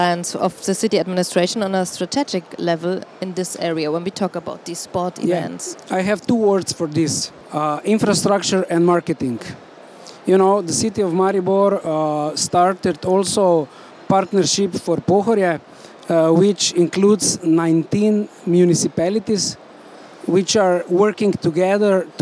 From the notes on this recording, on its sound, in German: Sport und Kultur Travel Talks auf der ITB.